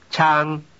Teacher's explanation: This word begins on a high pitch level and rises slightly. · Term: high pitch contour